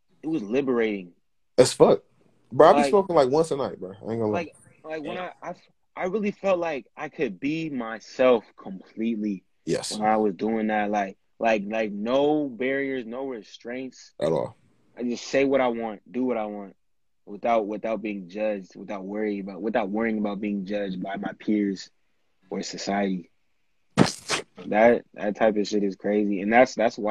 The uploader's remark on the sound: hopped on Instagram live